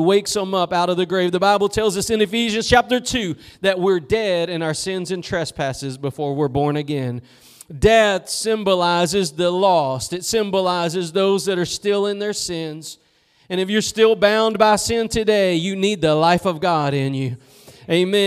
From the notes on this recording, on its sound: Preached at Gospel Lighthouse in Bossier City, La.